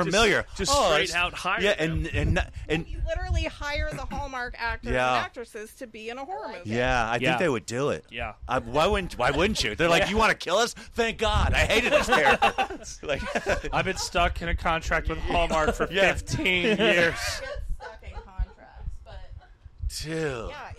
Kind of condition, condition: setting, busy venue